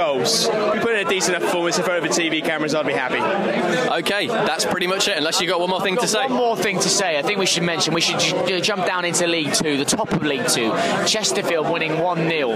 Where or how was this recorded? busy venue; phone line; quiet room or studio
busy venue